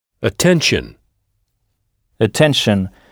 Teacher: écoutez bien le A initial prononcé E, attention